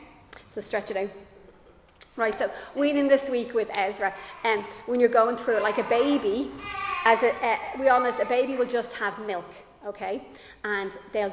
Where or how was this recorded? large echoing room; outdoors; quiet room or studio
large echoing room